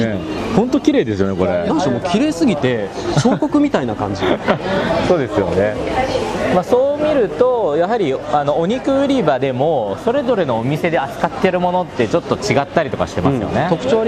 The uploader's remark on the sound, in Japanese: その場所とは「三源里菜市場」つまり野菜市場です。現場からのリポートをお届けします！